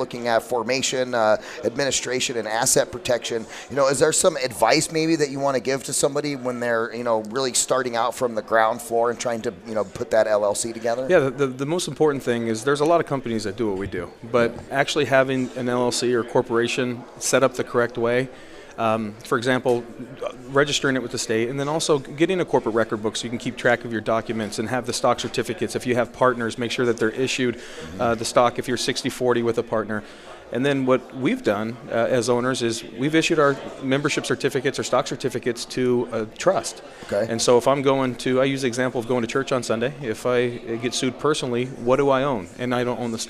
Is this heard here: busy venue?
yes